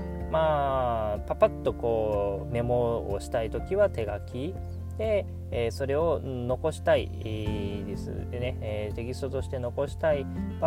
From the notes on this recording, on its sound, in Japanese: 今回は出張期間が終わってしまったので、車で収録していますので。